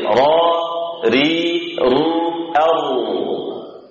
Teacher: Dia mukarrarah. Ada sifat istikrar, getar yang sedikit. Sehingga dibaca ra tebal, ri tipis, ru dia juga tebal, ru dia tebal itu, ru.